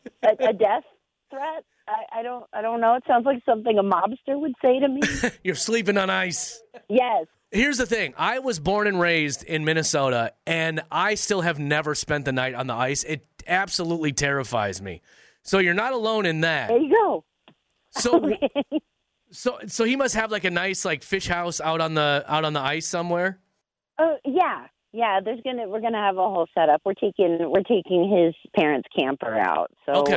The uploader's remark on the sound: got some really funny phone calls